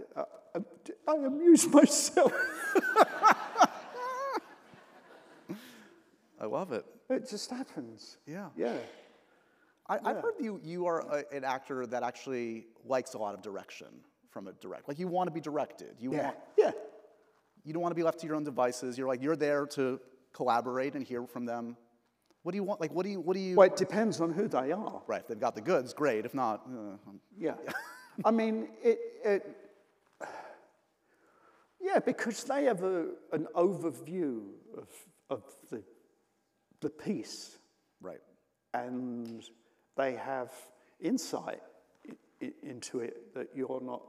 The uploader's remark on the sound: taped at the 92nd Street Y